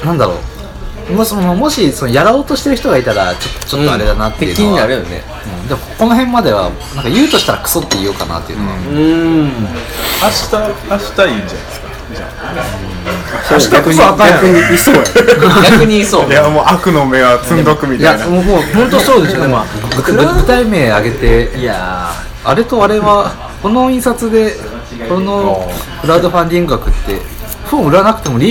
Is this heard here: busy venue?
yes